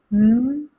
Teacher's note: dann entweicht ja gar keine Luft durch den Mund, sondern das ist ein lediglicher Nasenklang.